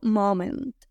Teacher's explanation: Lo único que vamos a hacer es comernos la O. Y le metemos flow, moment.